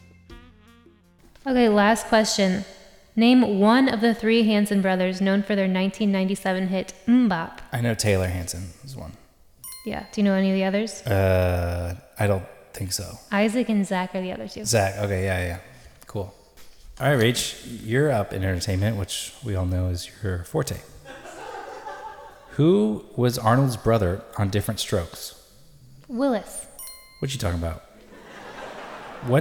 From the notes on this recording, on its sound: Live at Largo.